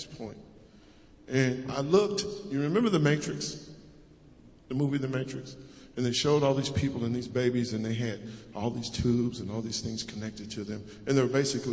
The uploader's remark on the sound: Preached at Acton United Methodist Church in a Community Thanksgiving Service.